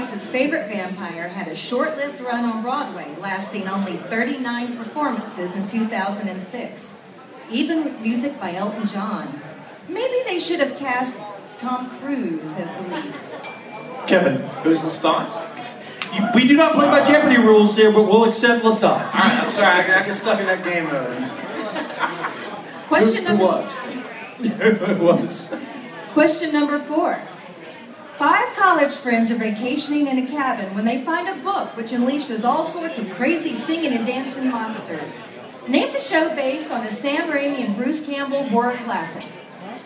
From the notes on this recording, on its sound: This week we are live from Charleston, West Virgniia at ShockaCon.